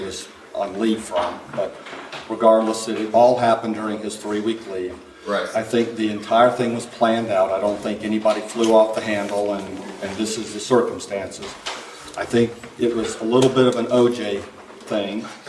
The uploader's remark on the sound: This week we hosted our first ever live episode of UAV.